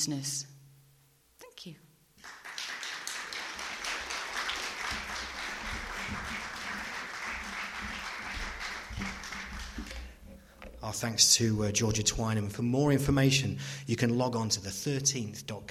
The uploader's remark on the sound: Special show broadcast LIVE from the Bishop Greaves Theatre in Lincoln on Sunday 15th May as part of the Lincoln Book Festival. Special show broadcast LIVE from the Bishop Greaves Theatre in Lincoln.